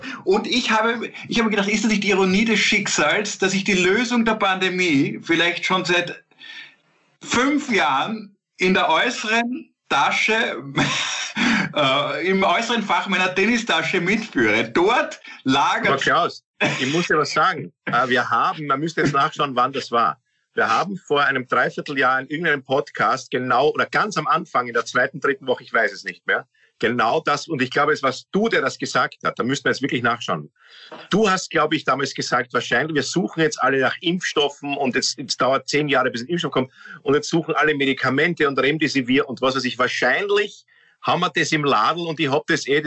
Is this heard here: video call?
yes